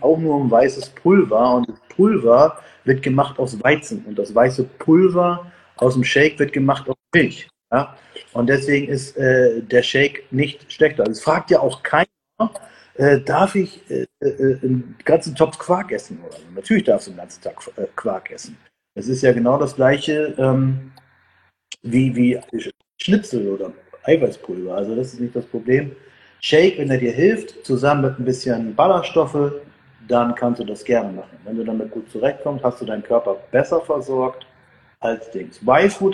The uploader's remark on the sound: Instagram Live Talk